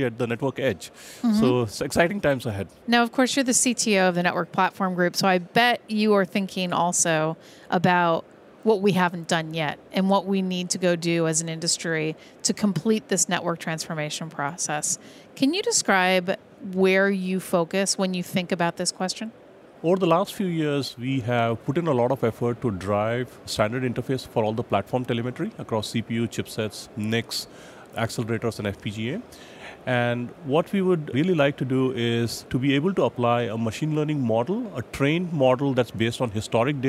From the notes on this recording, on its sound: In this archive of a livecast from Mobile World Congress in Barcelona, Spain.